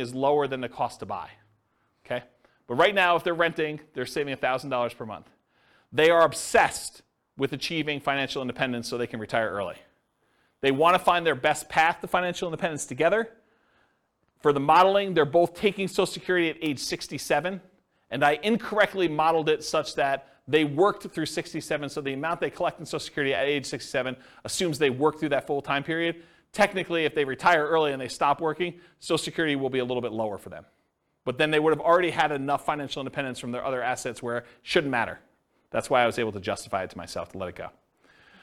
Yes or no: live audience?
yes